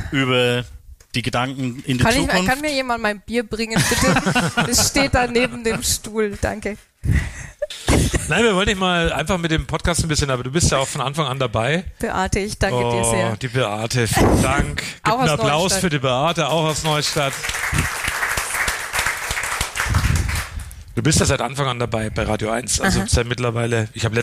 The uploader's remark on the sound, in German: Das Live-Event in Küps. Erstmalig wurde der Podcast vor Publikum aufgenommen. Im Neuen Schloss in Küps im Landkreis Kronach. Rund 40 Zuhörer und Zuhörerinnen. Das ganze umrahmt von Live-Musik.